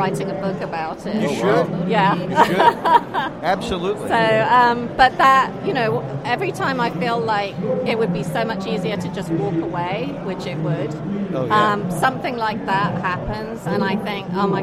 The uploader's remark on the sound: broadcast from the Mecum auto auction in Houston, TX